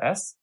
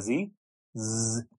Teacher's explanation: So for example, you put your hand on your throat and you say letter S, you won't feel any vibration. Say letter Z, Z, you'll feel the vibration of your vocal cords.